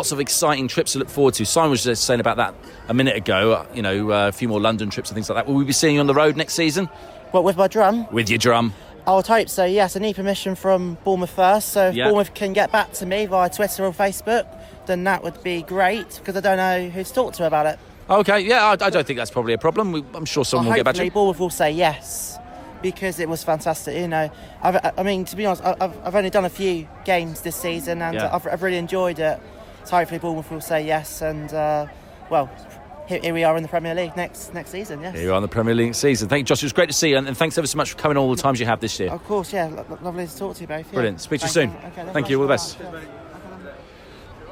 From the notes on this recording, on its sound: AFC Bournemouth fans of all ages came on the microphone after the post-match celebrations at Dean Court. Chatted to some veruy happy Cherries outside the ground.